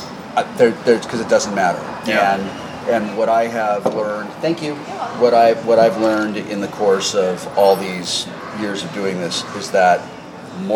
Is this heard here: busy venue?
yes